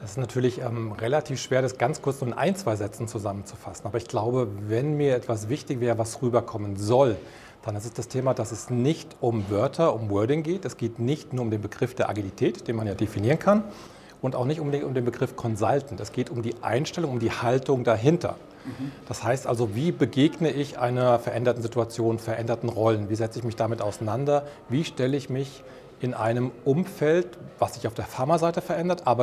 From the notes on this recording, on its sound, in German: im Interview auf dem ICV Congress der Controller 2022